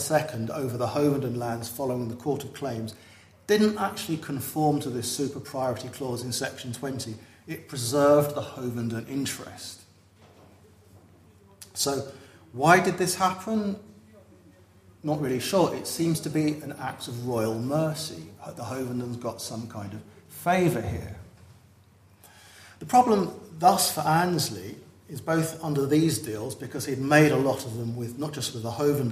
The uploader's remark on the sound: At the 2023 Tudor and Stuart Ireland Conference.